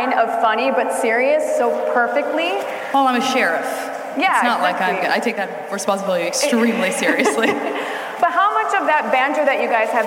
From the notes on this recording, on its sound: Live from Id10tfest